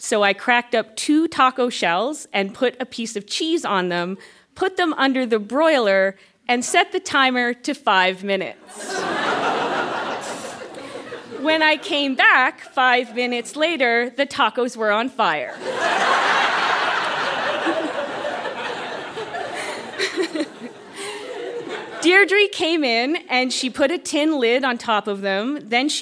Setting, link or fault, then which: setting, live audience